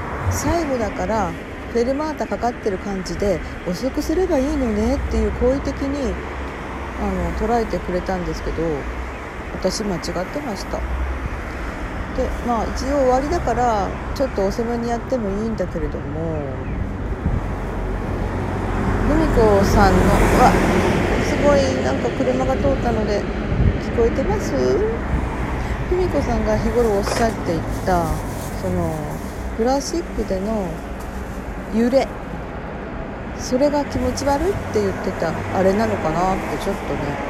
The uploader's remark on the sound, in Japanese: 音量注意、です。屋外のおとのなかで、iPhoneに思い切り近づけて話しているので。